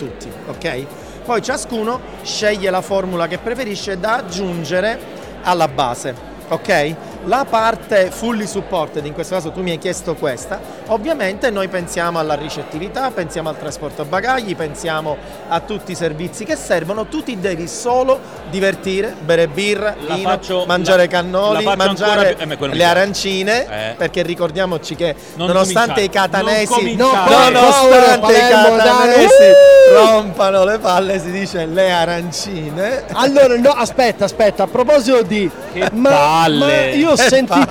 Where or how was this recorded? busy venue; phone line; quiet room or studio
busy venue